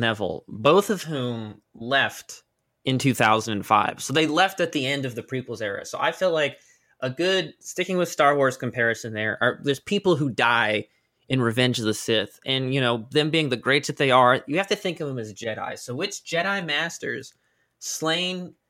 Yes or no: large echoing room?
no